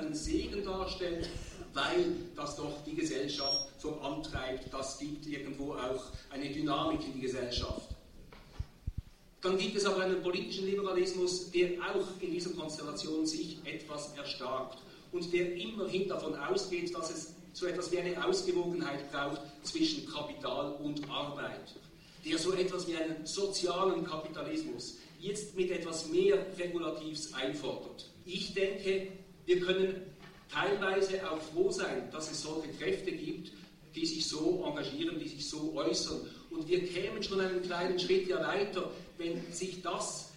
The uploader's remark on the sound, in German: Der Gegengipfel von attac Schweiz zum Weltwirtschaftsforum fand am 29.und 30.01.2010 an der Uni Basel statt. Der Beitrag ist im wesentlichen ein Live Mitschnitt der Abschluss-Konferenz.